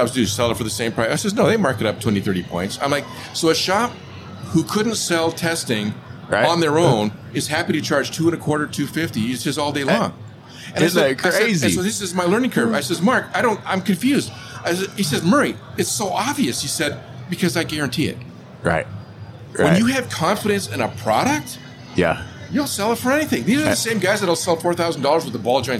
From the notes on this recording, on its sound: In this episode recorded live at AAPEX 2022.